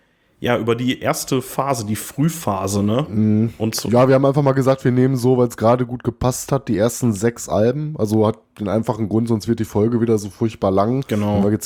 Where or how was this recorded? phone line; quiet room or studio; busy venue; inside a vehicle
quiet room or studio